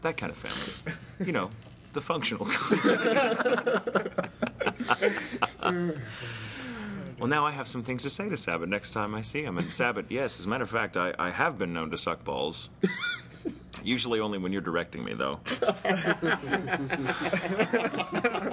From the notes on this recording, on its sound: On this episode of The One Piece Podcast we have our live show from Anime USA. Live from Anime USA.